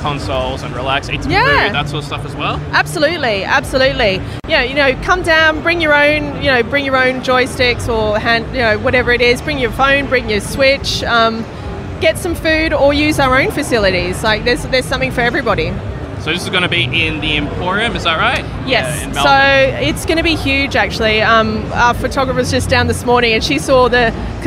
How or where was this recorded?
busy venue